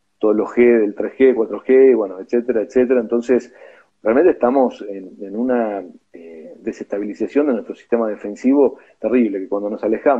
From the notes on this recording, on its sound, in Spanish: Audio de la charla en vivo por Instagram